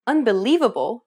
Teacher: When you say the word unbelievable, for example, do you notice how the li is accentuated? That's because it's pronounced longer and louder than any other syllable in the word, and this is what we refer to as stress.